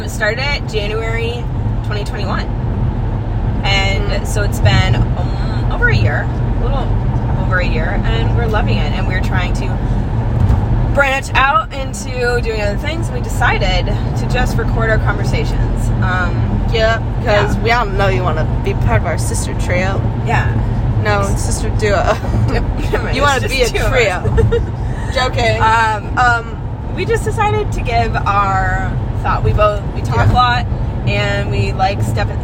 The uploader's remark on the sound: On a random Sunday in March, during our weekly drive back to campus on 394, your two JSTG sisters decided to record their conversation.